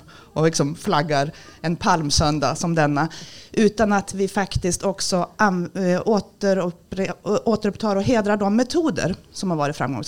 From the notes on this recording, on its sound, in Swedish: Samtalet spelades in under Arbetarfilmfestivalen på Biograf Panora, söndag 6 november 2022.